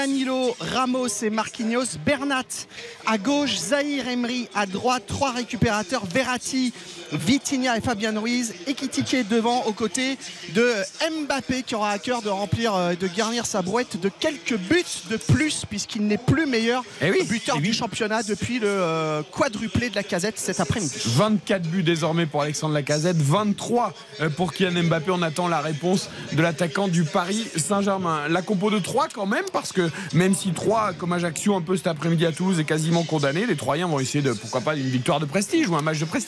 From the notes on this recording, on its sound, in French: en direct du stade de l'Aube